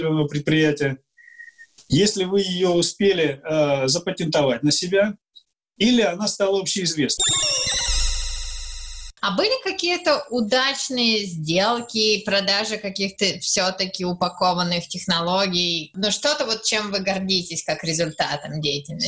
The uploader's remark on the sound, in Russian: Данный подкаст записан с помощью Zoom